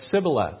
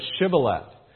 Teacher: They could not pronounce that SH sound. And they said Sibboleth instead of Shibboleth. · Shown in: second take